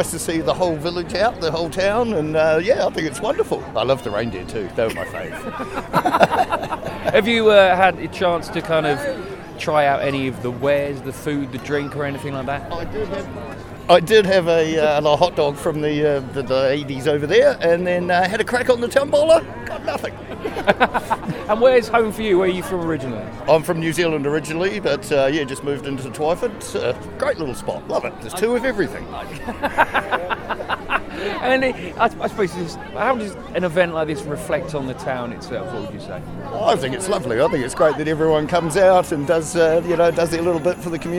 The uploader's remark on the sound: Live from the Twyford Christmas Fayre! A soundtrack of the Twyford Christmas Fayre, held in the village centre last Friday!